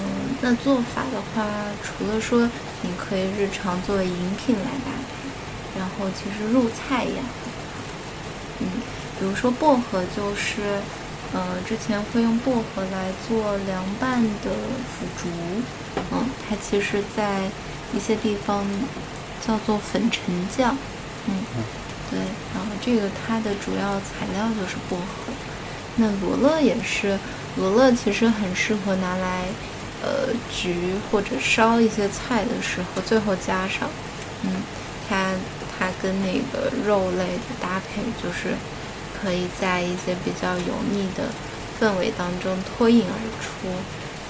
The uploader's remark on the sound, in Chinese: 录制背景是北京的夜雨哦！